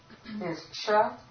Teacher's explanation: the palatal sibilant is sha